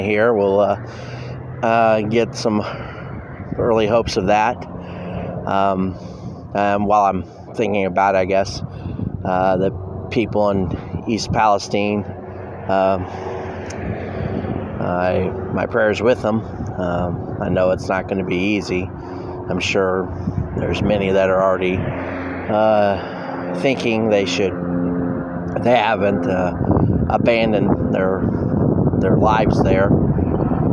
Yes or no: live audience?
no